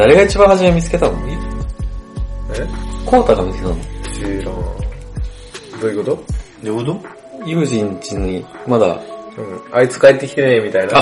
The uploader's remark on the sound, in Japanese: 音質注意 今回雑音多めです